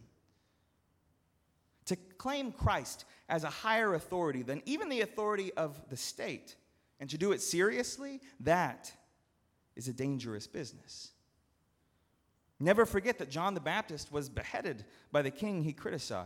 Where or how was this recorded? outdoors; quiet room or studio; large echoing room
large echoing room